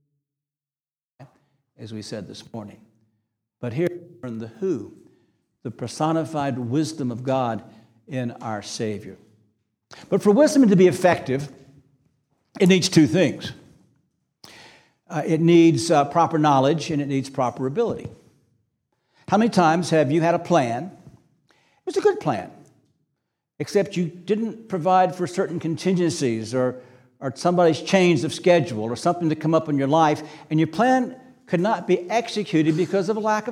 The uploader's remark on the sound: This sermon was preached on August 20, 2023 at Antioch Presbyterian Church, a mission work of Calvary Presbytery of the Presbyterian Church in America located in Woodruff, South Carolina.